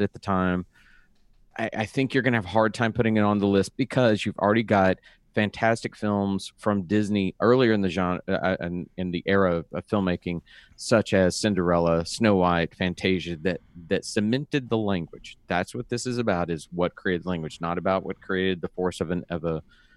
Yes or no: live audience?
no